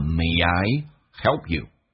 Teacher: 每个 I 中间可以加个半元音，加个也，叫 May I help you?